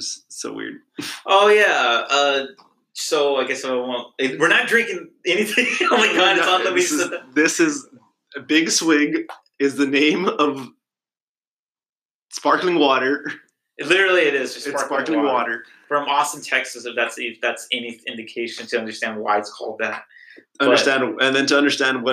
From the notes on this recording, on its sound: This is the first podcast recording so enjoy. The audio will get better.